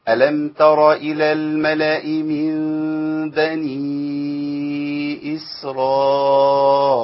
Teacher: وفي ناس بتيجي عند الهمزه المكسوره زي في كلمة إسرائيل ويبدلها بياء